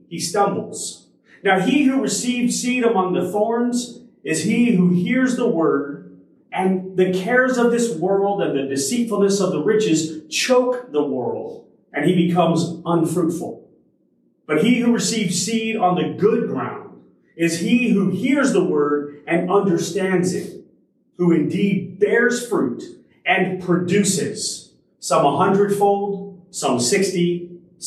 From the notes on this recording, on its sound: Originally delivered on January 22, 2023 at Crossroads Christian Fellowship in San Antonio, TX.